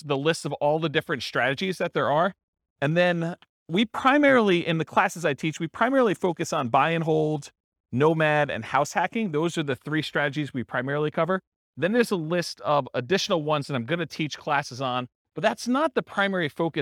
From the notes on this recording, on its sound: This was a live class recorded